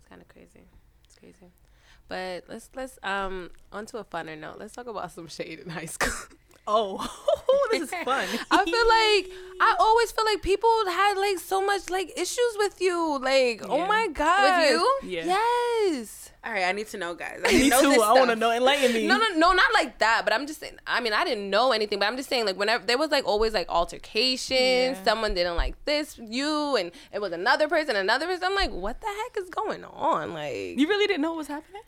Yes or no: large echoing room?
no